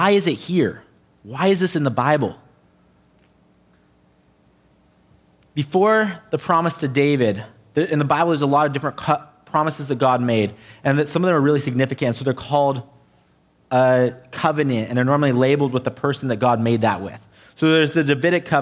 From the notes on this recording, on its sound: an audio only recording of our service